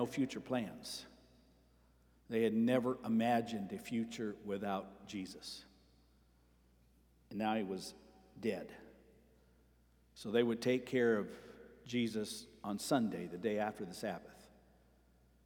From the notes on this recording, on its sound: Sermon preached at Avondale Baptist Church